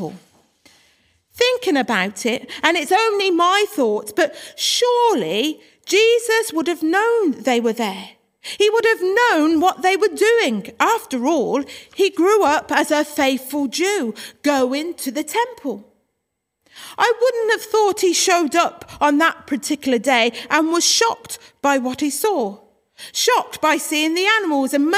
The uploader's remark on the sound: Worship from Morley Salvation Army, originally broadcast live in March 2021.